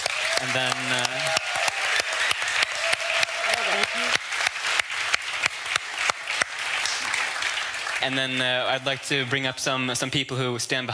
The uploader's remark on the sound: Live at Stockholm Fotografiska